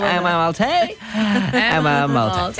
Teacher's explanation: Can you go further into the vocal fry, please, …?